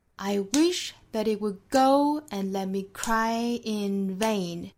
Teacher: 我们还要注意元音的连读就是 go and 和 cry in 两处加 w 加 ye